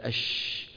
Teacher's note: الشين فيها صفة التفشي وانفردت بها، التفشي هو الانتشار، انتشار الصوت